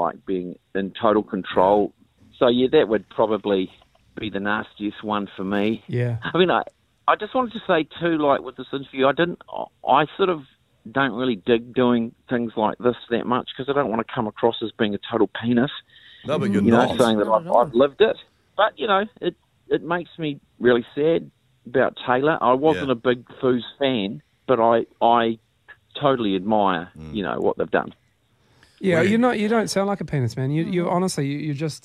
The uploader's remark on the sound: over the phone